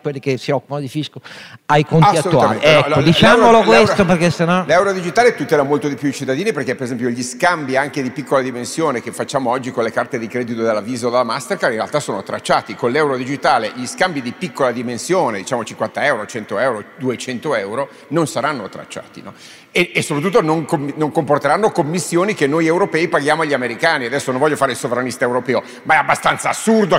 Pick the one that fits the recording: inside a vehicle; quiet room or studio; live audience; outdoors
live audience